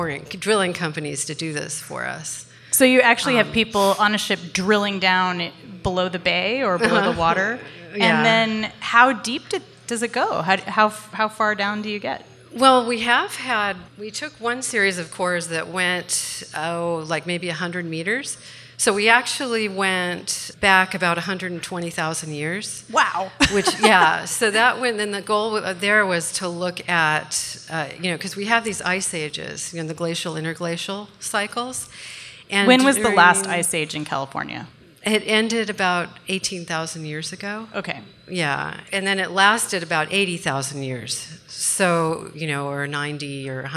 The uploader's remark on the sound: In front of a live audience in Oakland, CA. Recorded at Awaken Cafe in Oakland, CA.